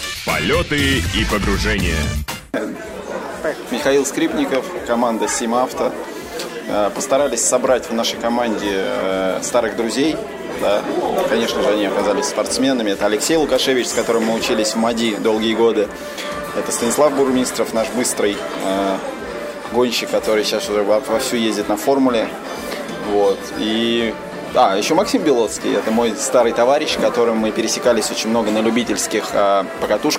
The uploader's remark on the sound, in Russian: Выпуск, который вы слушаете, был записан во время картинг-марафона «Бодрое Межсезонье. Гонка проходила 24 ноября 2013 года в Москве на территории картодрома «FORZA Волгоградка».